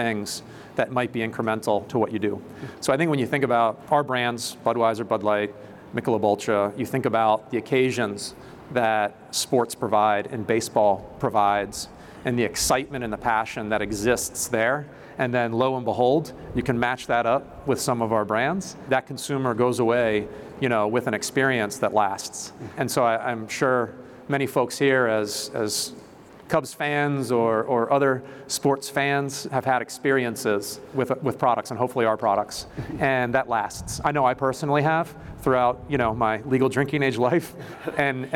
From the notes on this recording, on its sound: This episode was recorded in front of a live audience at Chicago's Wrigley Field.